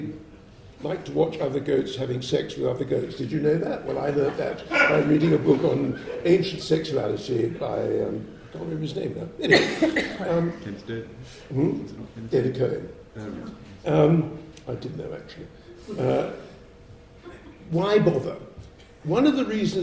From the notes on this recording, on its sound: This event forms part of the LSE Space for Thought Literary Festival 2015